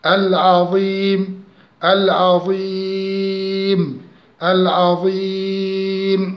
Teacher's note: عندي هنا مد عارض للسكون ونمده حركتين أو 4 أو 6